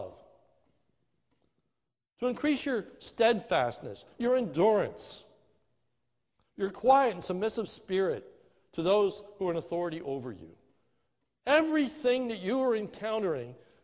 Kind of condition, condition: setting, large echoing room